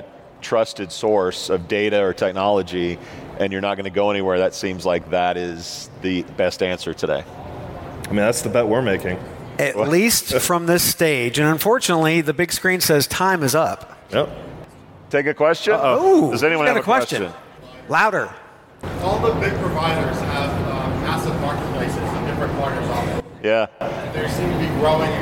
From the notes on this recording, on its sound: live from the big stage at UNLEASH America in Las Vegas